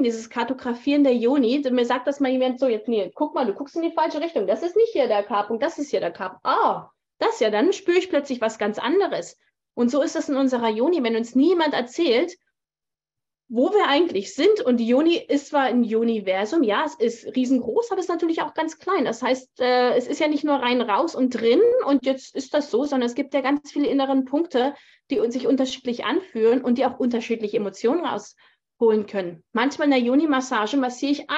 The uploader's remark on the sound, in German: auf Basis eines aufgezeichneten live Zoom Call